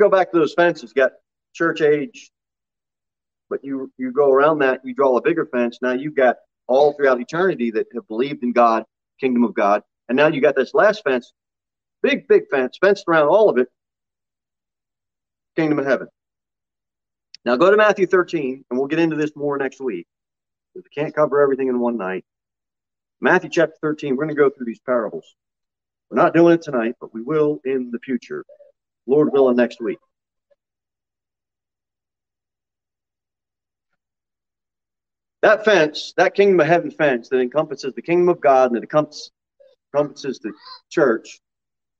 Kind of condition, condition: setting, large echoing room